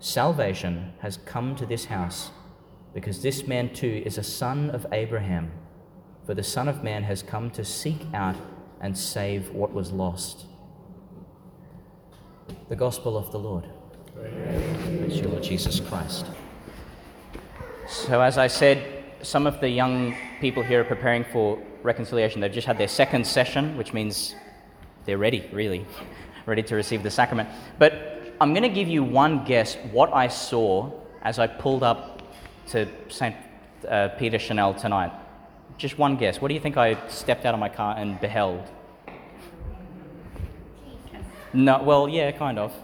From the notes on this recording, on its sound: Homily for the Thirty-first Sunday in Ordinary Time, delivered at St Peter Channel Church, Tannum, Qld.